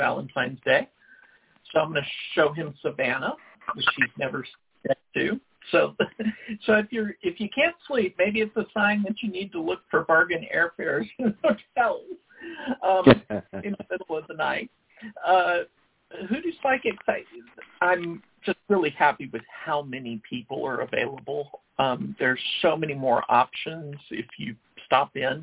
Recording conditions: phone line